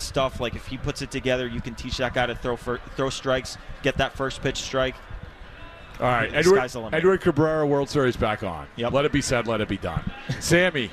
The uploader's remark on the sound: live at Winter Weekend